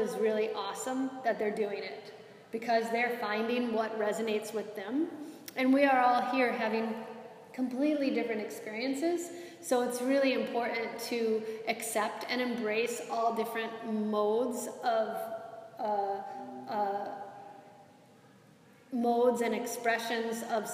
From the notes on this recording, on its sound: This is a live excerpt of a recording from a Yoga Enrichment Workshop for a group of wellness professionals